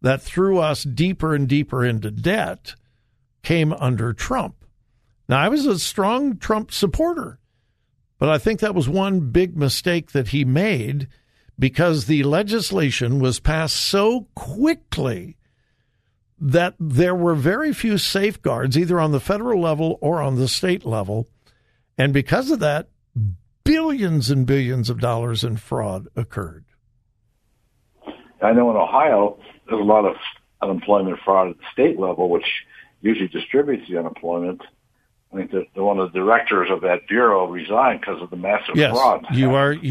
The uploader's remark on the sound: Open Phone Friday